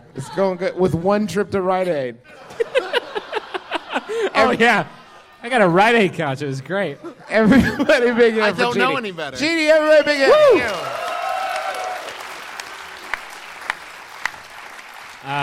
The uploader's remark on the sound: We did this live show in Los Angeles a few months ago.